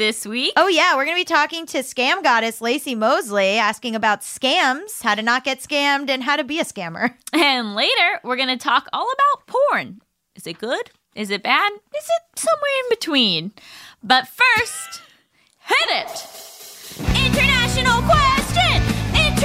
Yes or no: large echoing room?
no